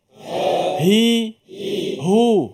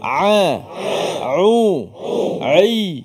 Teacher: Kalau ha di pangkal kerongkong, ain di tengah.